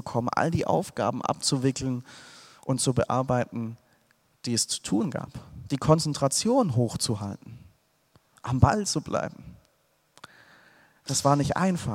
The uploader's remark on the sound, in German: Aus dem Gottesdienst der Liebenzeller Mission.